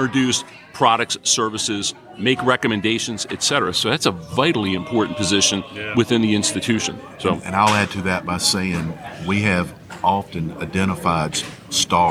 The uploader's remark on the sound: Recorded from the 2023 Community Bankers of Georgia Annual Conference and Trade Show